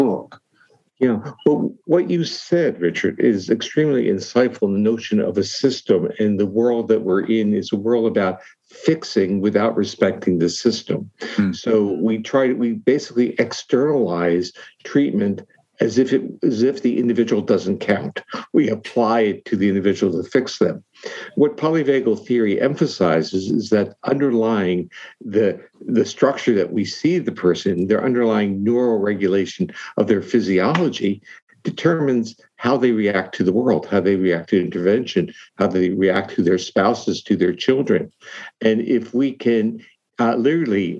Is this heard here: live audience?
no